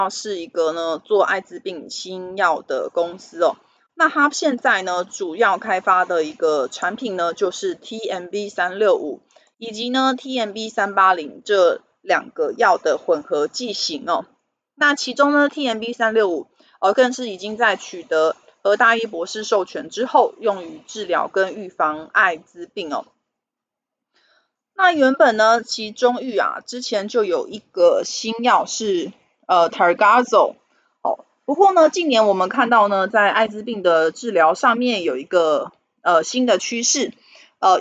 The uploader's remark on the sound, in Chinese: 本集有些許雜音，已亟力避免，如有察覺請多多包涵